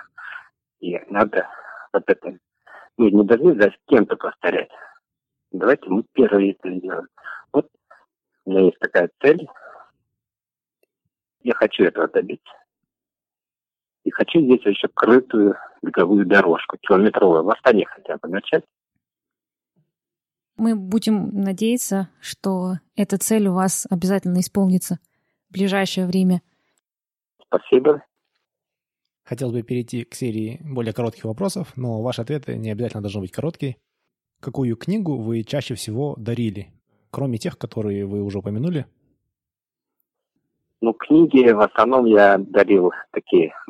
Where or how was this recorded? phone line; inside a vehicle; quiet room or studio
phone line